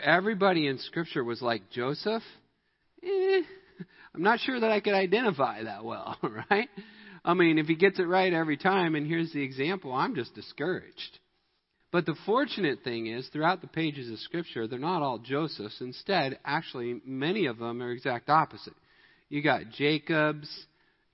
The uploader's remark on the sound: Midland Evangelical Free Church Sermon Audio